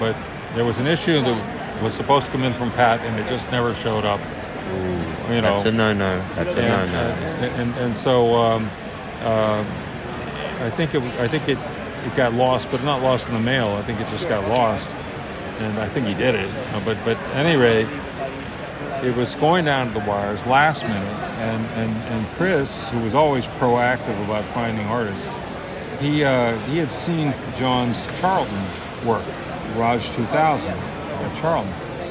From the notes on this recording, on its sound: Live from Terrificon in New York